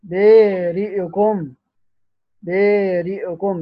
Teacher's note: بإمالة الألف، دور الكسائي، دور الكسائي فقط